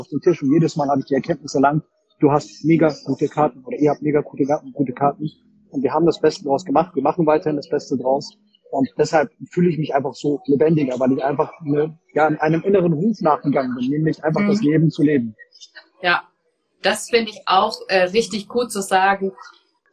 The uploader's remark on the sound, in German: Die Aufnahme enthält Hintergrundgeräusche, da sie getreu unseres Mottos Weltreise aufgenommen wurde: in einem Café in Portugal.